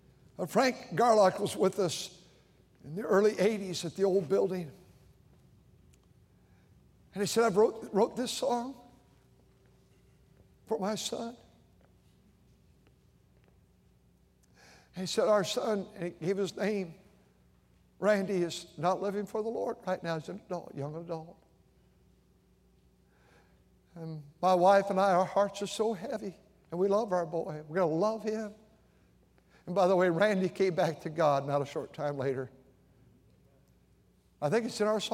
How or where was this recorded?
large echoing room